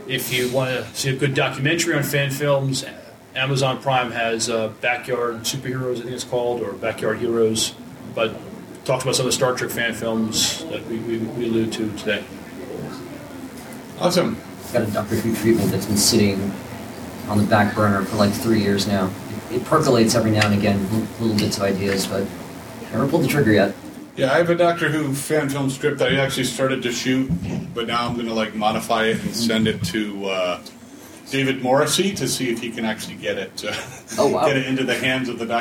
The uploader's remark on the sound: A Farpoint 2019 Con Panel